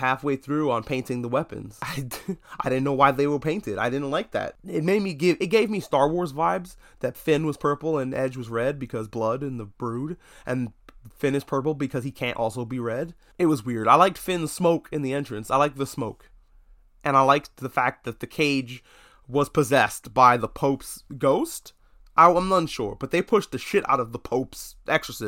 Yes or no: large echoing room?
no